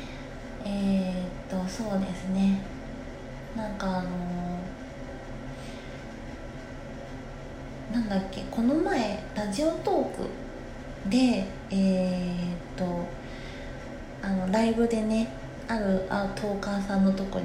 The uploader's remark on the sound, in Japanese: お風呂から収録したので換気扇の音がうるさかったらごめんなさい